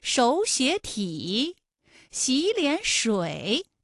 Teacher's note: 和馆。这种情况下的音变情况啊，应该是第一个音节、第二个音节都变成三五，就是二声，哎，也就成了本来是三个三声吧，214加214加214，那演变成了前两个音节是二声，也就是三五，三五加三五，最后一个字是214